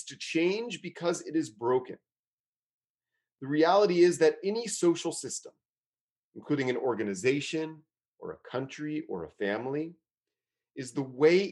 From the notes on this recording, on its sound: Is recorded during virtual gatherings of Temple Beth-El in Richmond, Virginia.